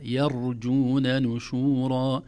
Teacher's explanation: التنبيه الأول ترقيق الياء، لا نقول يرجون لأنها الأذن لا تستغربها، لأن الراء مفخمة فيكون أسهل على اللسان يقول يرجون، لكن لا يا يرجون نشورا. نرقق الياء ونفخم الراء الساكنة دون قلقلة، لا نقول يرجون يرجون، الراء الساكنة ليس فيها قلقلة، أو الراء صفة عامة ليس فيها قلقلة.